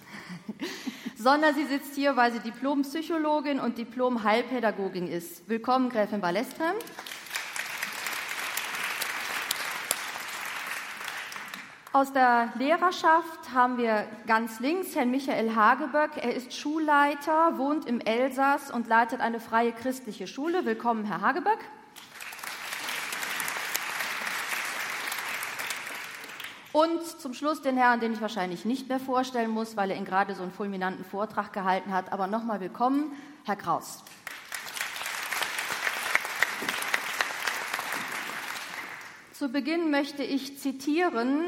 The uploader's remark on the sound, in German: Podiumsdiskussion beim Kongress Freude am Glauben 2014.